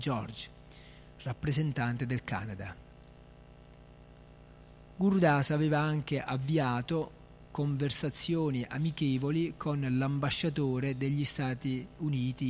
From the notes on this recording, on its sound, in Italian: In diretta dal Tempio di Villa Vrindavana.